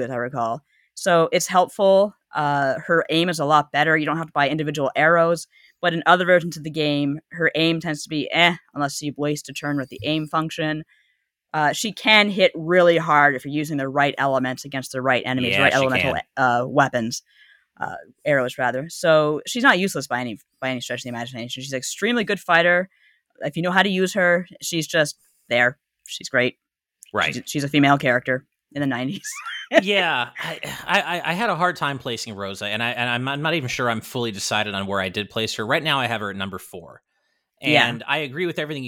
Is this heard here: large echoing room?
no